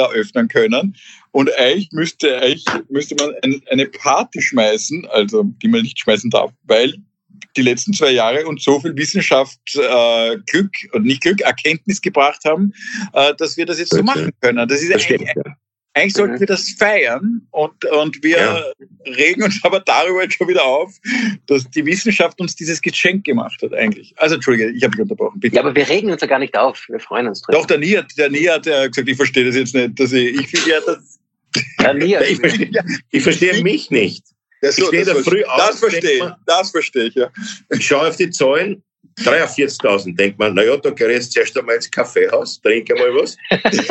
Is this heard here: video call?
yes